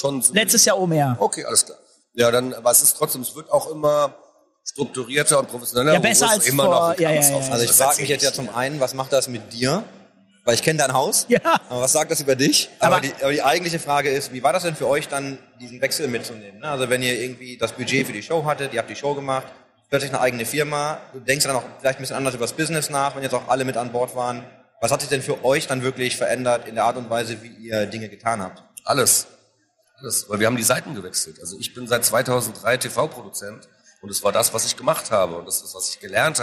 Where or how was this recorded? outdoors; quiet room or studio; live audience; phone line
live audience